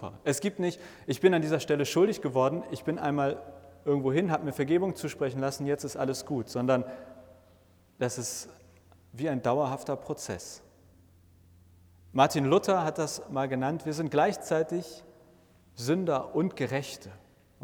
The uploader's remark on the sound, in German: Eine Predigt – ausgehend von Psalm 85 – inklusive Rückfragen und Ergänzungen der Gottesdienst-Besucher:innen vor Ort!